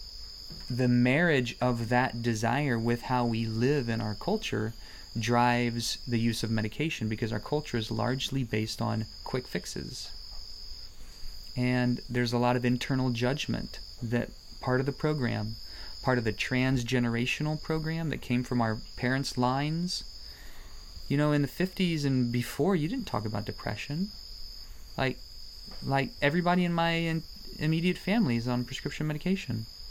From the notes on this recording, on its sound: In this podcast recorded in the Amazon rainforest.